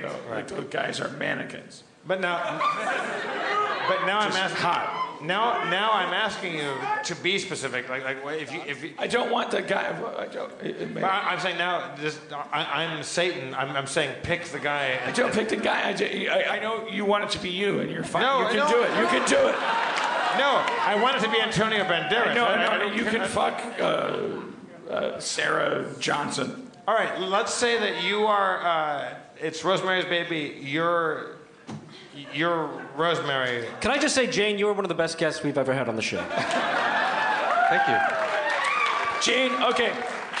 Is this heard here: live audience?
yes